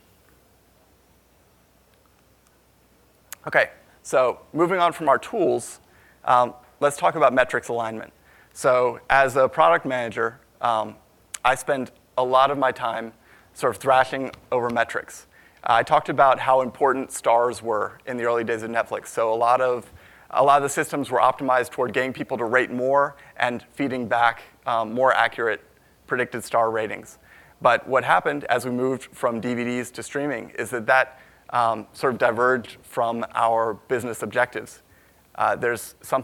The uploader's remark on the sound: from the Big Data Innovation Summit in Boston in September 2016